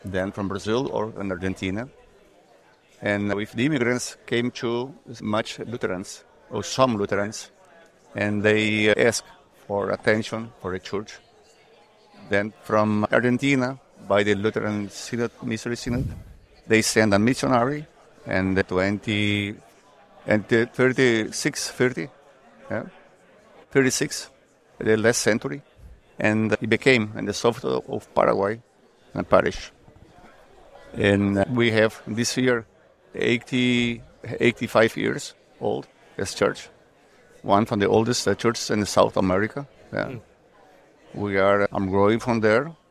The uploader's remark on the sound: from the LCMS National Convention